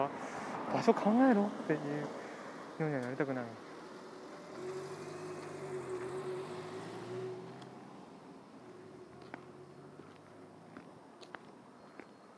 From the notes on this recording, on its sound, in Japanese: 通勤時，バスを降りてから職場まで歩く時間に，iPad miniのボイスメモを回してみる。